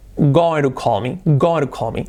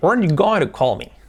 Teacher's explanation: la T sobre todo se convierte en una R suave